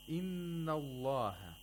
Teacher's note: We have a noon which is mushaddad. We have to apply ghunnah for two vowel counts.